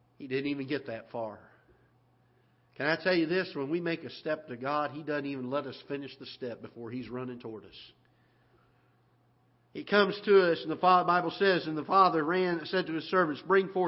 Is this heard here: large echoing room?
yes